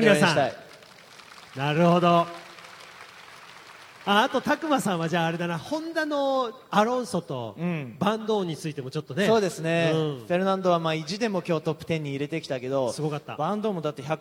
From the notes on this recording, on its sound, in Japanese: F1日本グランプリ前夜祭の模様をお送りします。F1日本グランプリからの音声データ。